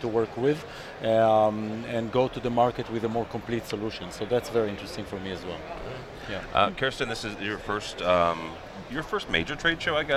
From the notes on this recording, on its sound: Live from ISE 2015. The world’s biggest AV show.